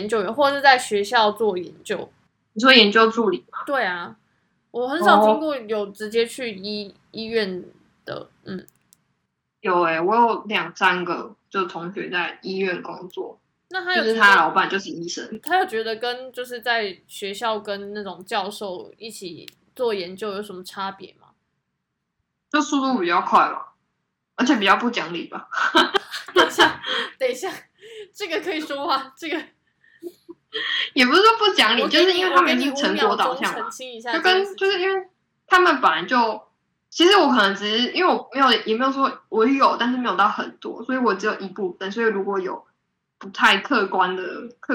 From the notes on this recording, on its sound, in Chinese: 我們的第一次遠端錄音，超弱